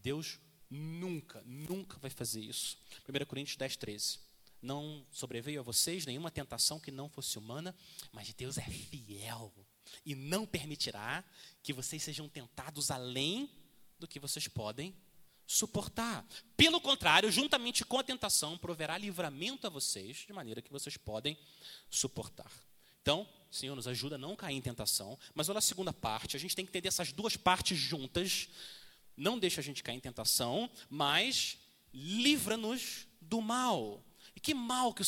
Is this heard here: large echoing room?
yes